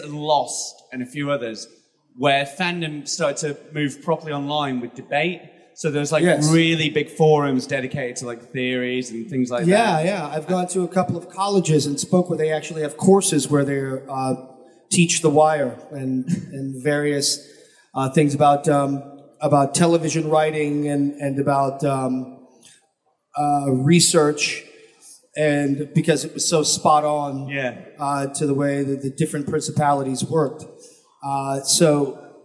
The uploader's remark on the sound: at Brussels Comiccon (Feb 2020)